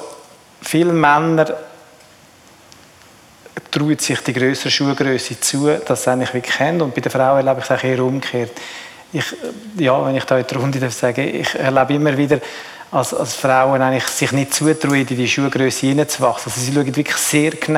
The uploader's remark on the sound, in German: Live-Episode. In unserer ersten Live-Podcast-Folge.